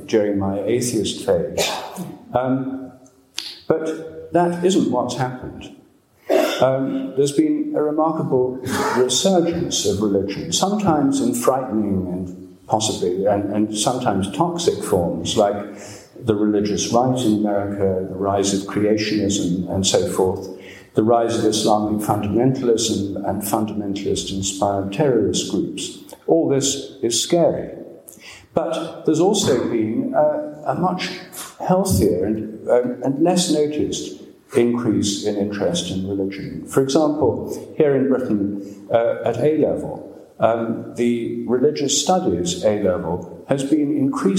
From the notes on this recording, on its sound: Dartington Great Hall, Devon, January 28, 2015.